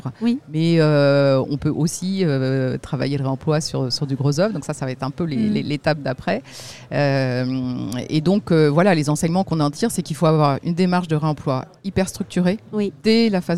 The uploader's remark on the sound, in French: Un entretien enregistré au Salon de l’Immobilier Bas Carbone (SIBCA) que je vous propose aujourd’hui.